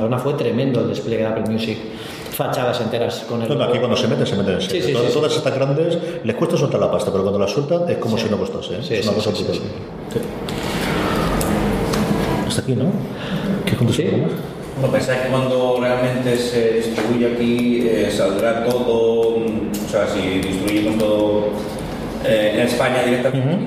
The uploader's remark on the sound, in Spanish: Una Cosa Más UCM en Directo. En un programa especial en directo en el Aula de Ámbito Cultural de EL Corte Inglés de Elche, dentro de la programación de la 41ª Edición del Festival Internacional de Cine de Elche.